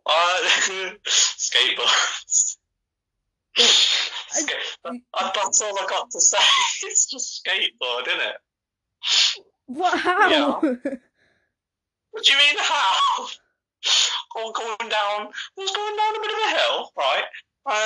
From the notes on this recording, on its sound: Audio was bad.